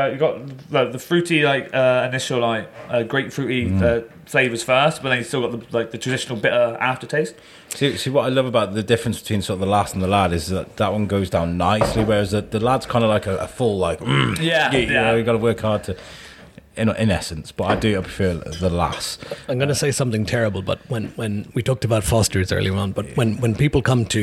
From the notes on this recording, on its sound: in a cosy corner of the Plough Inn (home of the Wood Brewery) and they record a nice calm podcast